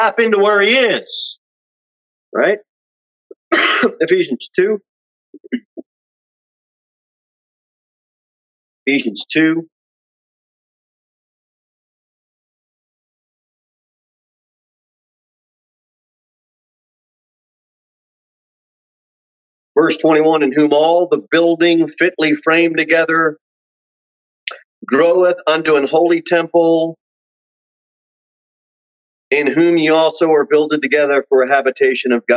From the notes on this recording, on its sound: Sermon delivered at Pilgrim Baptist Church